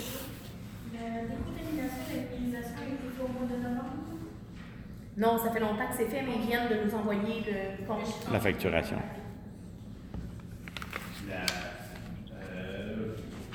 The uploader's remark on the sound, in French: Enregistrement de la séance du conseil municipal de Saint-Sévère